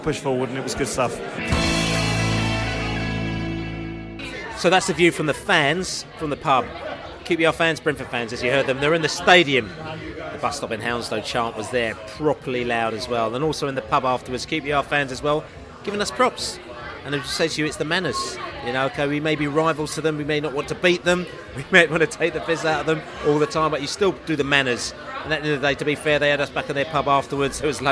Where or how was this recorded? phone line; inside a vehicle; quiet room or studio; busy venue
busy venue